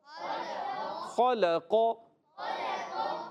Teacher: خوا جو ہے حلق کے اوپر والے حصے سے ادا ہوتا ہے قاف زبان کی جڑ و تعلق نرم حصے سے ادا ہوتا · Term: حرف مستعلیہ